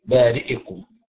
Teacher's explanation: باختلاس كسرة الهمزة، يعني يأتي بثلثي الكسرة ويذهب الثلث · Term: الاختلاس